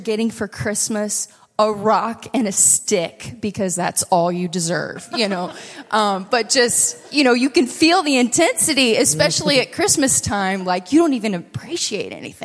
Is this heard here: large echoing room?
yes